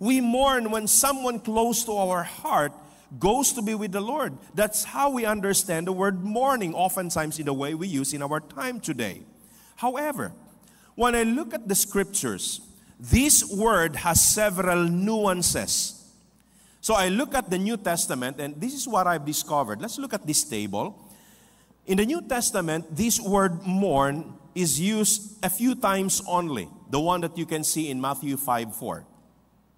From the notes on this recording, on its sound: This podcast was recorded live last October 8, 2023 at Zamboanga City Alliance Evangelical Church.